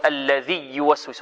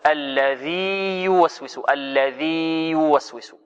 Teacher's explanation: إذن هذان مثلان يا ويا، فأظهرنا الياء الأولى لأنها حرف مد ولين ولا ينطق بها مدغمة · Shown in: second take · فلا يقرأ الطالب هكذا يقول الذي يوسوس، هذا خطأ.